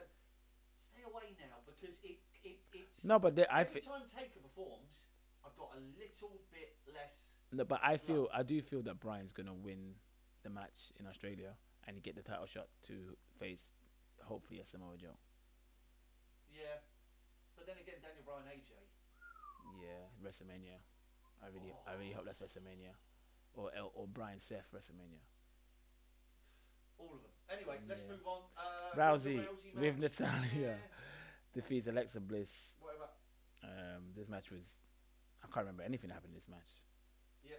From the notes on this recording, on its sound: Apologies for the poor sound